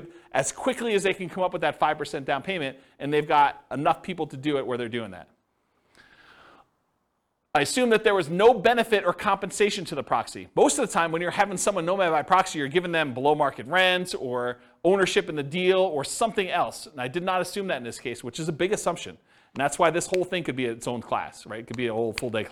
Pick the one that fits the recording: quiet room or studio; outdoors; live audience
live audience